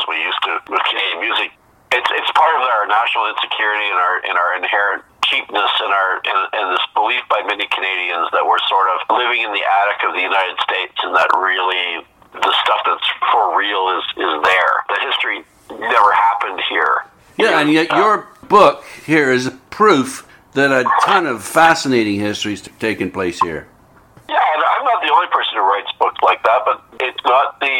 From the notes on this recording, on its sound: over the phone